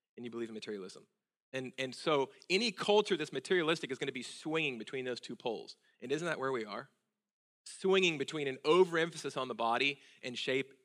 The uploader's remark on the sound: at Sojourn Galleria Church on Sunday, June 3, 2018